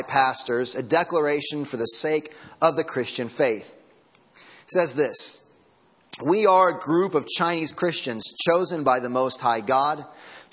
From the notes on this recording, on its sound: Sermon Audio from Sunday Morning